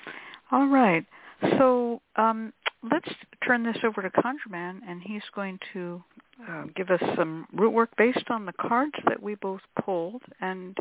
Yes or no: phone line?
yes